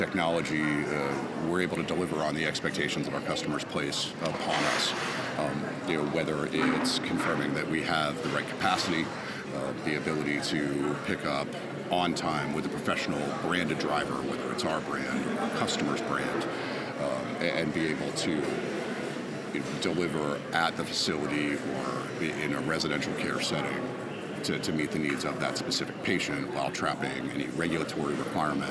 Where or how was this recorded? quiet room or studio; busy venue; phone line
busy venue